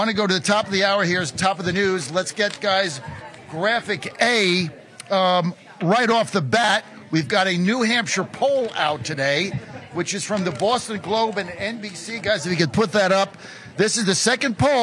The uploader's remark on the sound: Live From The MAGA Bus Tour